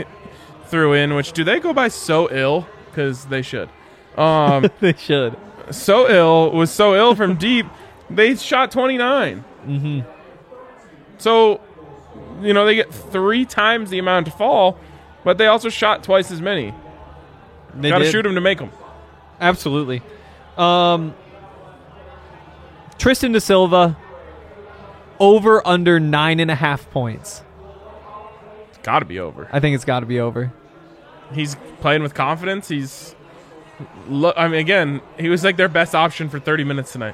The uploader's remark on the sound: LIVE from the DNVR Bar